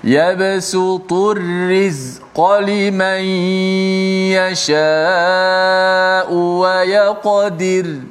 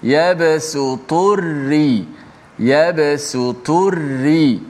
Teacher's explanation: ada dua huruf ra yang mana dua-duanya dibaca dengan nipis yang pertama kerana huruf ra itu berbaris di bawah ya basuturri